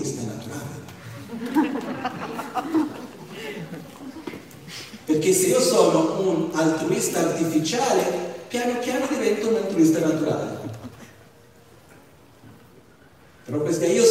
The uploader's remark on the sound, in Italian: Teatro Maggiore Verbania. Nell'ambito del Cross Festival 2020 di Verbania. Presso il teatro Maggiore con una conferenza.